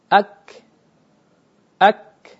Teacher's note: Adapun huruf kaf lebih keluar, yaitu di antara keduanya, di antara langit-langit lunak dan keras. Ak, dan dia punya sifat hamas.